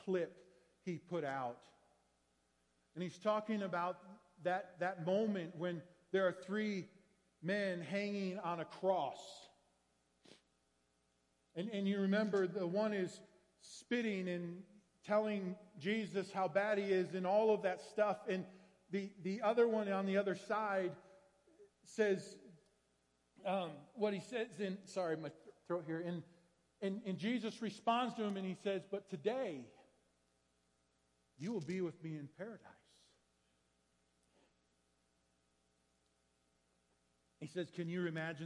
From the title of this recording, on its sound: Woodland Life Church Live